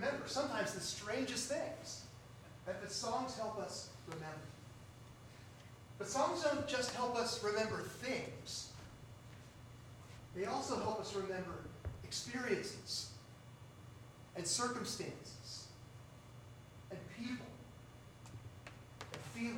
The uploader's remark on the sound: Due to technical difficulties, the sound is uneven in the recording. The Audio Fidelity is much lower than normal.